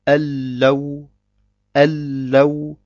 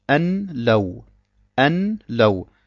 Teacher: Wir verschmelzen das Nun in das Lam. Das Lam erhält eine Shadda und das Nun verschwindet · Shown in: first take · und es heißt Allau. · Term: vollständigen Idram